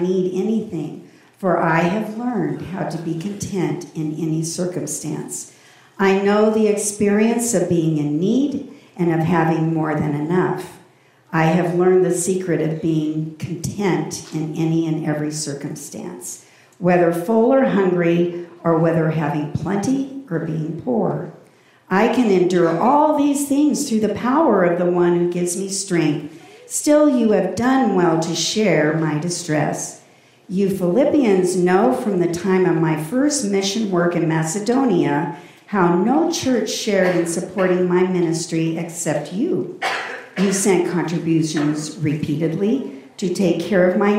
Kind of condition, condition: setting, live audience